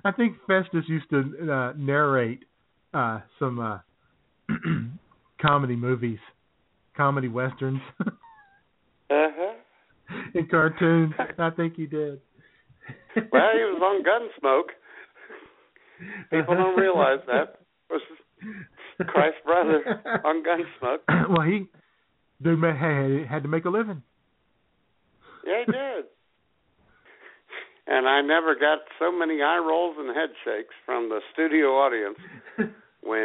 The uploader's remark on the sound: All of that plus your phone calls at 661. As IWS Radio presents: Jesus Christ: Rebel Without A Cross.